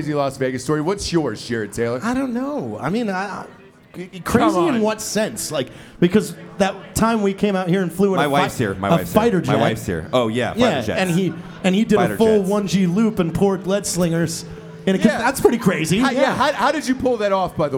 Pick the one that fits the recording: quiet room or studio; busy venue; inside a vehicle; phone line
busy venue